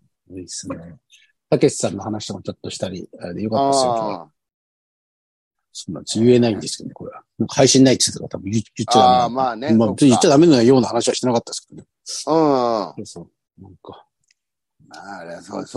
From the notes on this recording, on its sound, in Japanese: ZOOMで収録